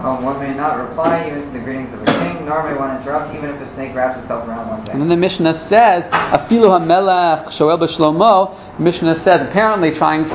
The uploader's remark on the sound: This audio was originally recorded on 11/29/2012 as part of Drisha's open night of learning for Hurricane Sandy Relief.